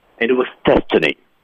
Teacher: destiny 是关键词，It was destiny.注意语调上扬，speak higher.